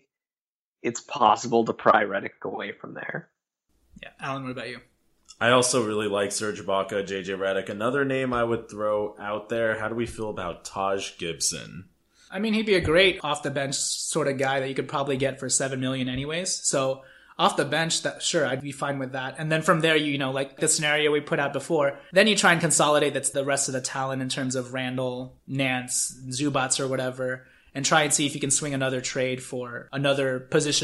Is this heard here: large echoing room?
no